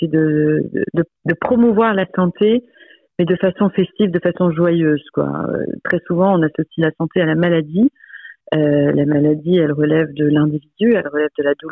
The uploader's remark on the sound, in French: C’est par téléphone, qu’elle nous partage son expérience et ses enseignements.